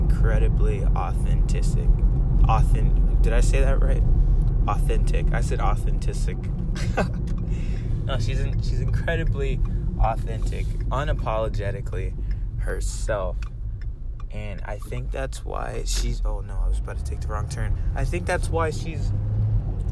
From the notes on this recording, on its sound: I've yet to have a clean episode, smh. During my usual Radon route. My voice is getting better.